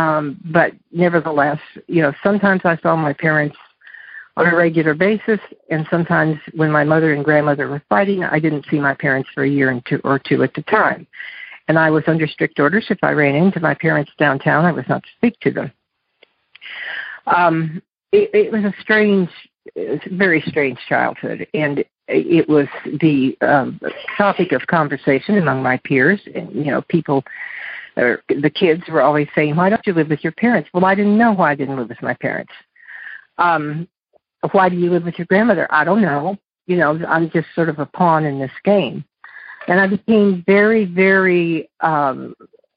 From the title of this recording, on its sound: Monday Noon Phone Speakers Series